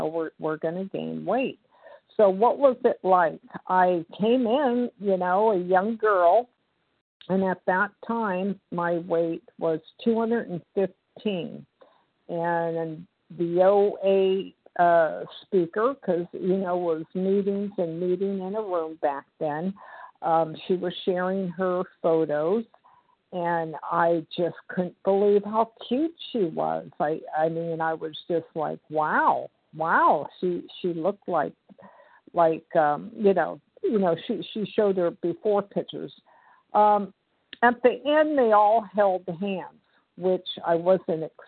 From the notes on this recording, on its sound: 100 Pounders Phone Meeting, 8/3/23.